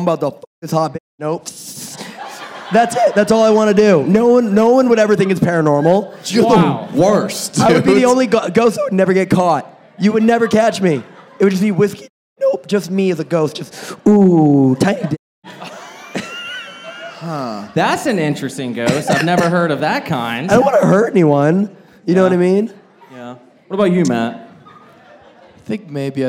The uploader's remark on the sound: Live crowd work show. This episode was filmed in front of a live audience at a comedy club.